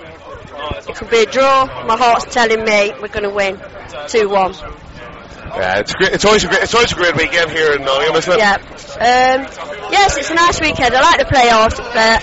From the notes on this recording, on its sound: Live at Bunkers. Live Recording” of AVFTB which took place on Saturday 7th April 2007 outside the Bunkers Hill in Nottingham.